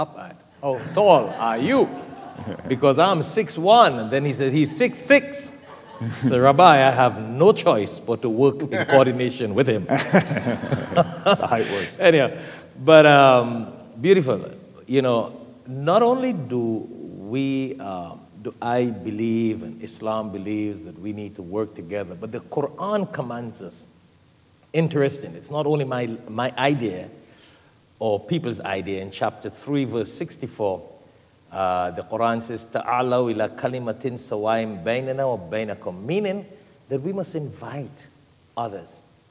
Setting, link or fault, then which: setting, large echoing room